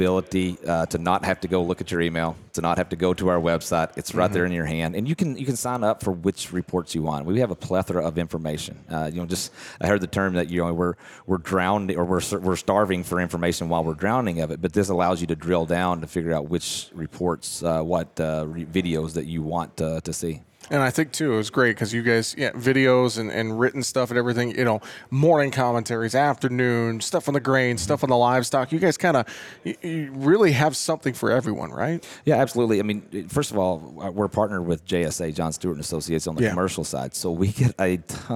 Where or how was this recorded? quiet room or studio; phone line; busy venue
busy venue